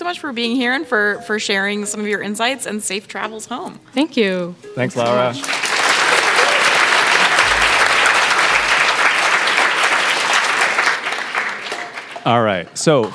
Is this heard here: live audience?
yes